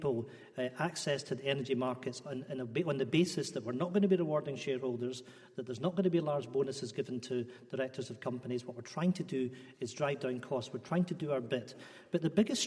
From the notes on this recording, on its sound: political debate from Wellington Church, Glasgow